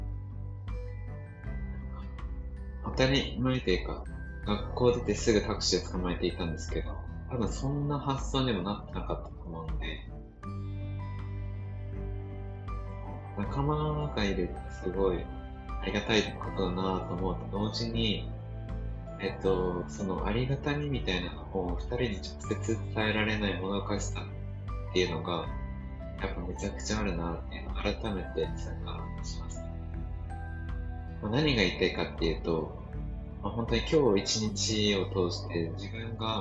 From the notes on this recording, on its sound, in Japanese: バギオに到着しまして、初日のオリエンテーションを受けてきました。音声聞きにくくてすみません。